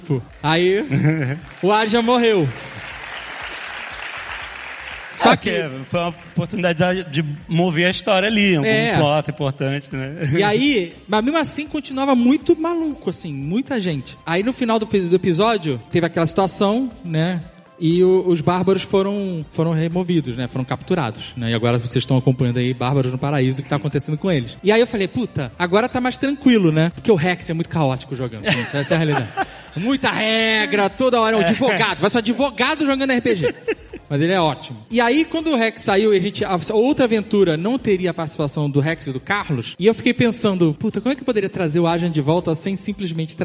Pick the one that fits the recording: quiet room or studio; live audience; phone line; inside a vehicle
live audience